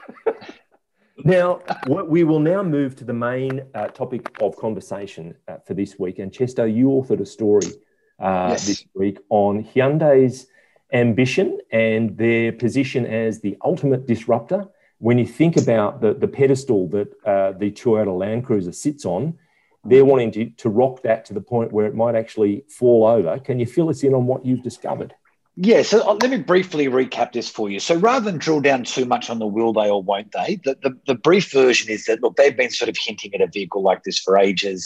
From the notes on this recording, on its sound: gather in cyberspace